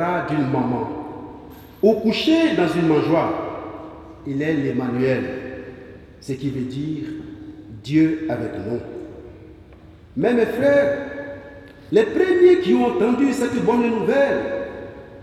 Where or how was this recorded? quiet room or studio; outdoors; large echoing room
large echoing room